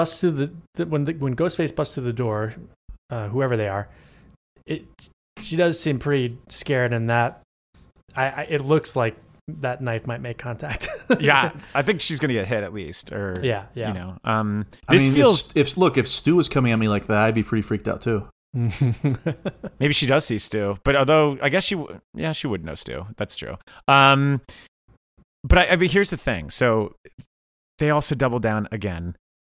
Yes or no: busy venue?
no